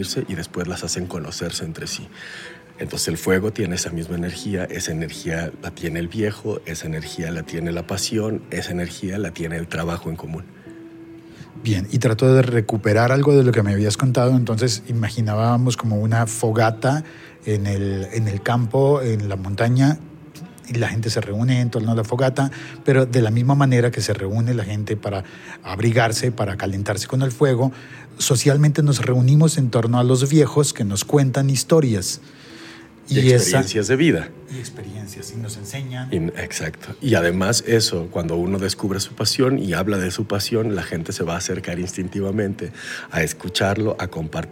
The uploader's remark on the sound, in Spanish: Grabada en un pasillo durante el Festival Iberoamericano de la Voz Viva Voz.